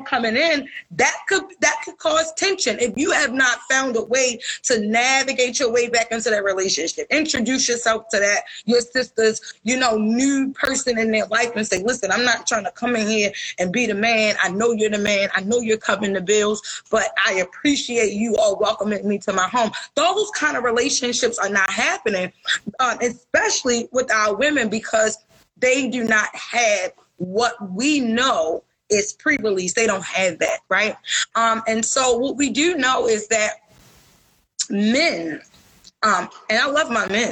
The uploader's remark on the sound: live on Instagram